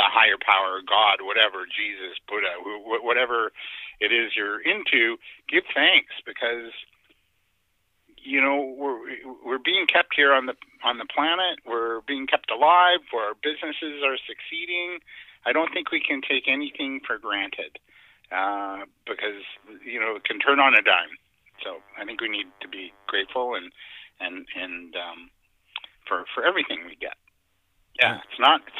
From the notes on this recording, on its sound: on the phone with us today